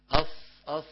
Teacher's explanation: الصاد حرف لساني أسناني لا علاقة له بالشفتين. الشفة هذه السفلى إذا بقيت عالية تعيق خروج الصوت وتغير صوت الصاد.